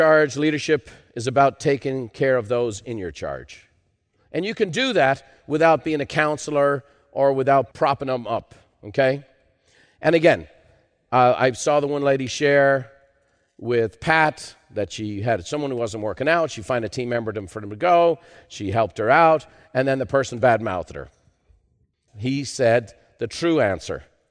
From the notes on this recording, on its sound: In part 2 of this special live recording